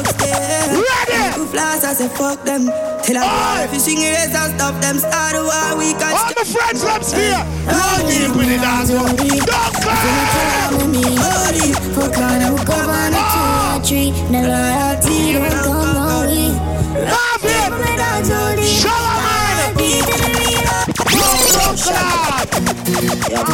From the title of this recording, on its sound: Ice Cream Sundaze 6/12/22 (LIVE AUDIO)